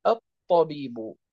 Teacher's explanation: مثلا نأخذ مثال من حروف الإدغام، مثلا الطاء، مثلا طبيب، إن سبقناها بالأل تقول، نقول لا نقول الطبيب، وإنما نقول الطبيب، تلك الطاء أصبحت مشددة، وسبب تشديدها هو إدغام تلك اللام الساكنة فيها